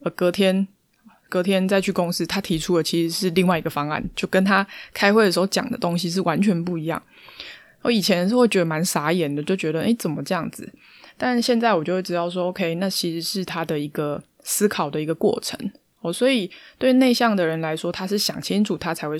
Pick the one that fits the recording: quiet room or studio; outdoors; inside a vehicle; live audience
quiet room or studio